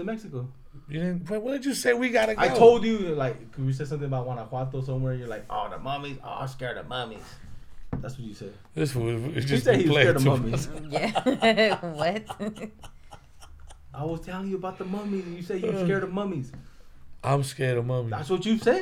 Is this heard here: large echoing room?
no